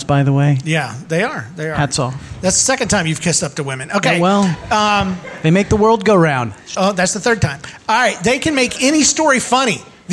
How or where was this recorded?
live audience